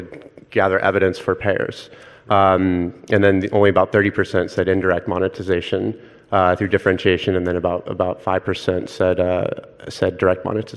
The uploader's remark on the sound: First recorded at the 2019 PODD: Partnership Opportunities in Drug Delivery conference. A panel of Connected Health leaders in the industry provide their views.